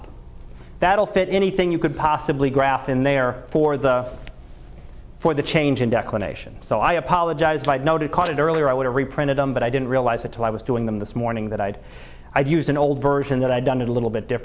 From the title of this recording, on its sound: Live Class Lecture